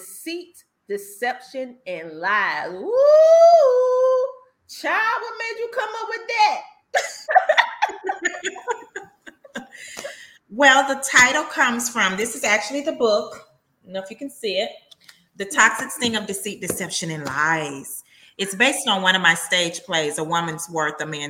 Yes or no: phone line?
no